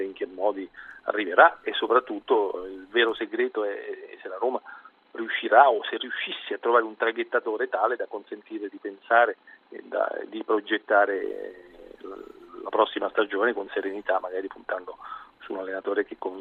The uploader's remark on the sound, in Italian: In collegamento da Perugia per Perugia-Livorno. Ospite al telefono.